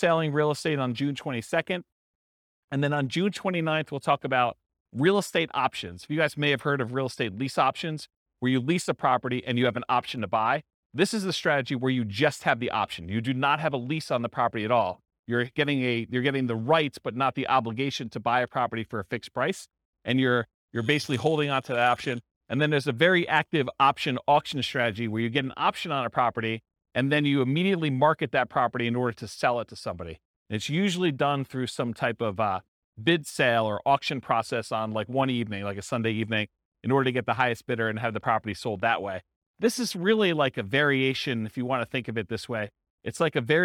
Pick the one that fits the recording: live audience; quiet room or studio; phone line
live audience